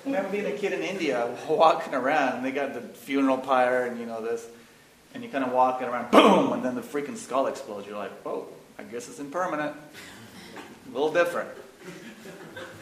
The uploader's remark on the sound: This workshop was recorded on October 30, 2011, at New York Open Center in NYC. The audio quality reflects the raw and unedited nature of the content, and has been minimally processed.